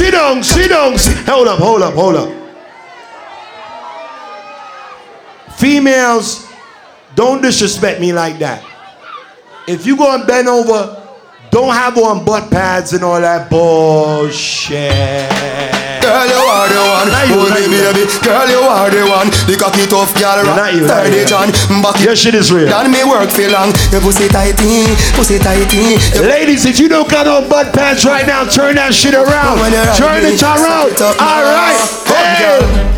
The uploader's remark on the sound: LIvE in VA BEACH. PHOENIX LOUNGE.